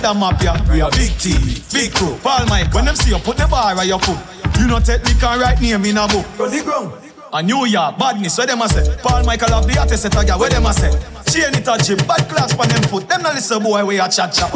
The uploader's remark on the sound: Live audio recording from island saturdays on Sept 23.